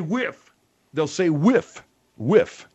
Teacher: they mistake the TH sound for the F sound